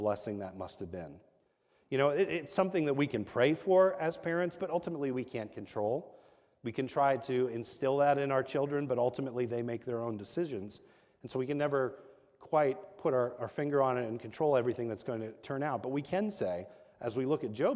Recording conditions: large echoing room